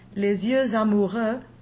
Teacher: But now it's not an X as we would pronounce it. Phonetically, X becomes a Z in liaison.